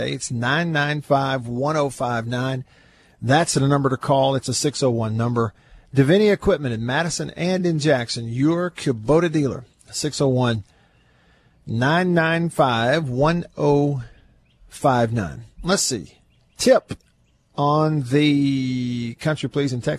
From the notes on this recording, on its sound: LIVE from the porch in Vicksburg